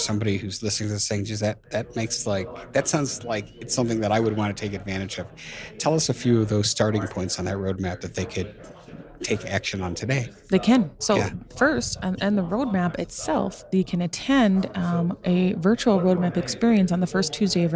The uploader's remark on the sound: Today we are live from Park City, Utah at the GoBundance event